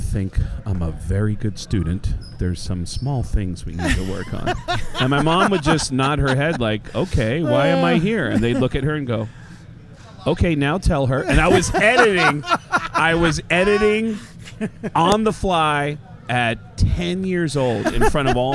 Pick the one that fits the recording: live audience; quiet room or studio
live audience